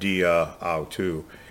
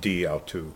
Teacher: They drop the A whenever you have a Greek word that ends with a vowel and the next word begins with a vowel. · Shown in: second take · The preposition will drop the last letter, but it's still pronounced.